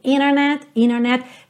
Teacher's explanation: Então você tem um T que vem logo depois de uma letra N, às vezes esse T some.